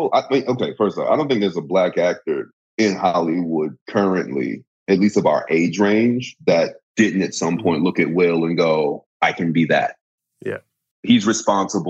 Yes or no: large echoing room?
no